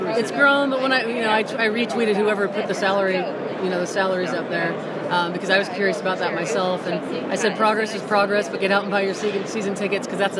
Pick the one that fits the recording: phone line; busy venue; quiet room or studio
busy venue